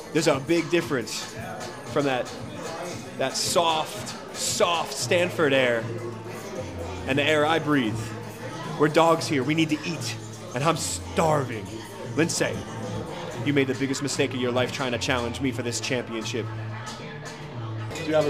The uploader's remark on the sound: live from el bochitos